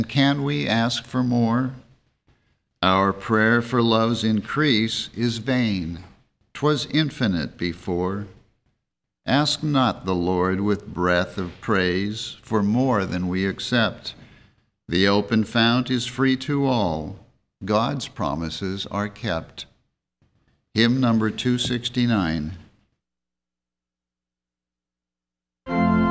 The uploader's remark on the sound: The Sunday service audio